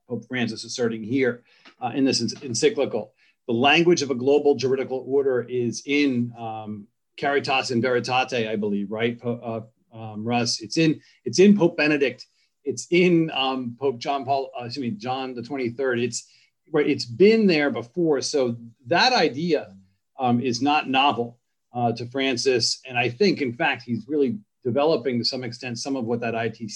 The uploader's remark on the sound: An online panel discussion.